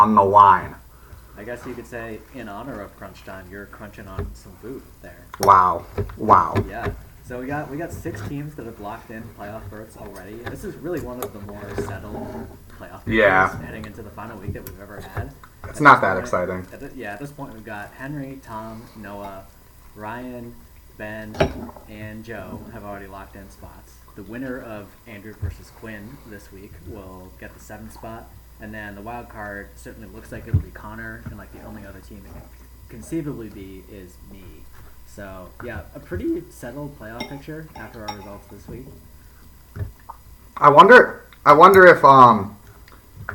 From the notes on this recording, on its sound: Also my apologies for the huge amount of background noise of me using a fork/knife for the first ~20 mins